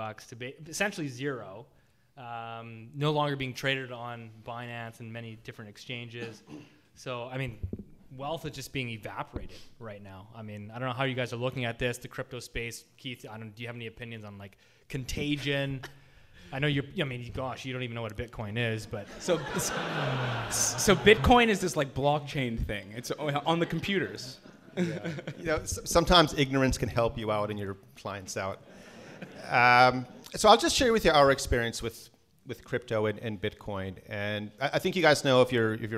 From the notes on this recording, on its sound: This episode was recorded live in Vancouver!